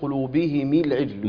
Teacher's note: بكسرهما بكسر الهاء والميم